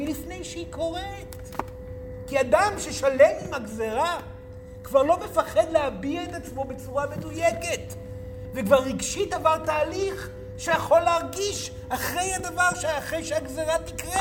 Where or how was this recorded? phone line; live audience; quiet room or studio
live audience